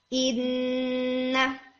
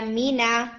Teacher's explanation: ये जो इन नून की आवाज आ रही है ना या मी ना, ये भी हमारी नेजल कैविटी की इन्वॉल्वमेंट से आती है · Term: गुन्ना